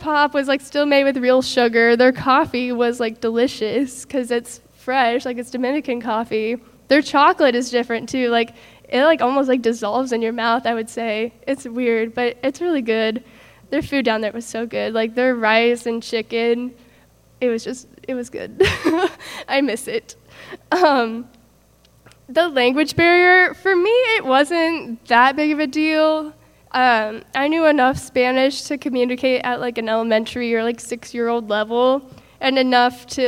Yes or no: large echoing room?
yes